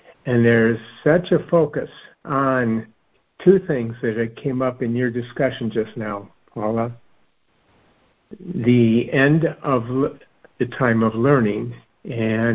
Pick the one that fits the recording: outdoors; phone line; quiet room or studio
phone line